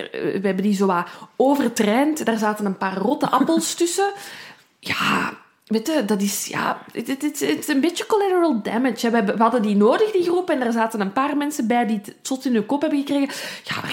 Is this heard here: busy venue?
no